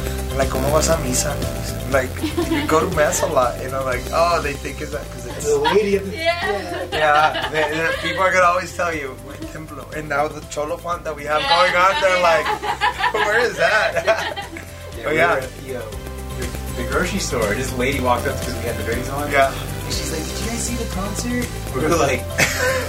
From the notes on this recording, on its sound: Unedited. Sorry for buzzing noise!